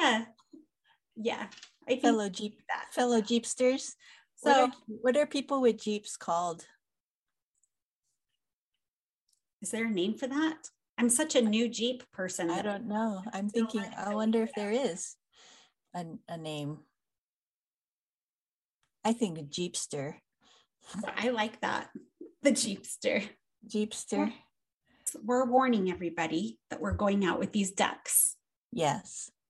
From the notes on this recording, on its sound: This episode is over Zoom again.